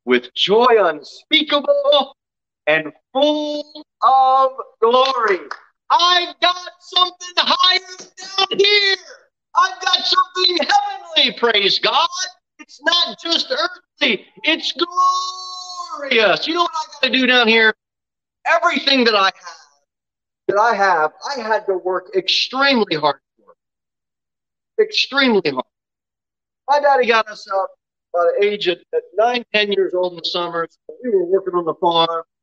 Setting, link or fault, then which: setting, large echoing room